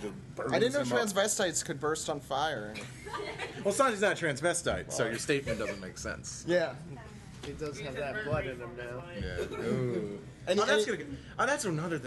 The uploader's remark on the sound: On this episode of The One Piece Podcast we have our live show from Anime USA. Live from Anime USA.